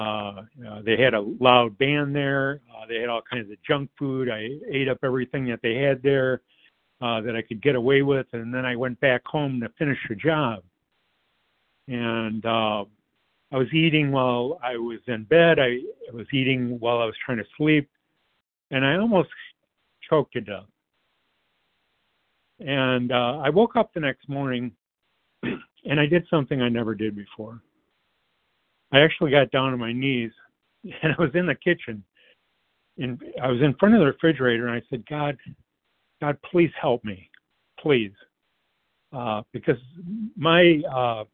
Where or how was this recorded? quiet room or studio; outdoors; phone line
phone line